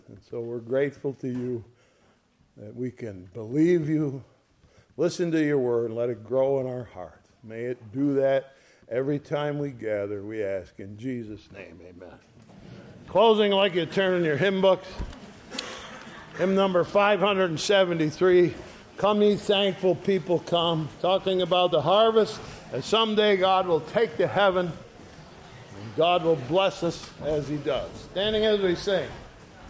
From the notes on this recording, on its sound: Sunday Morning Service recorded on 05/07/2023. ESCBC Sunday Morning Service.